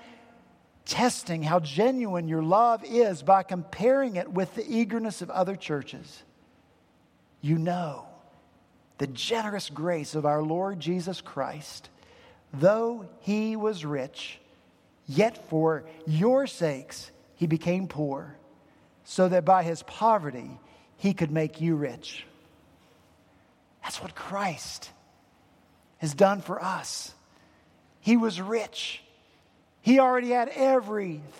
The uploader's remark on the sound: at Redeemer Presbyterian Church in Charleston, SC